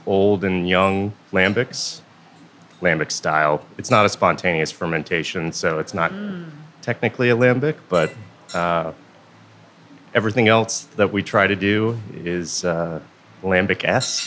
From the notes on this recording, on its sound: The 2021 Battle of the Barrel-Aged Beers, one of the most popular events of the DC Brewers' Guild's annual DC Beer Week. Recorded live at the event!